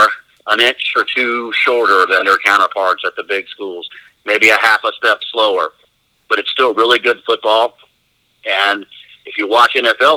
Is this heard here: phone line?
yes